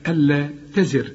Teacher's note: الراء تزر، واخد بالك، لأن قبلها مكسور، الحرف الراء اللي قبله مكسور عند الوقف، خد بالك، نرقق